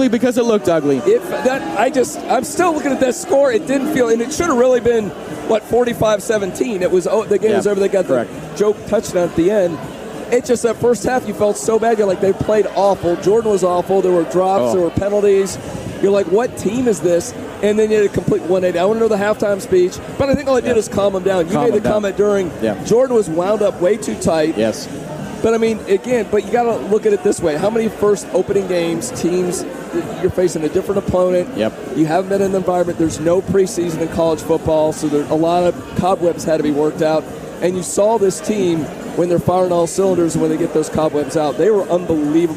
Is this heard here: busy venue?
yes